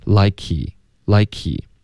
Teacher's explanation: H 的音听不见，直接连到前面的 z 音了， doeshe， doeshe，这个 z 直接连到 he 的 e， H 的音就消失了，Does he? Does he look like?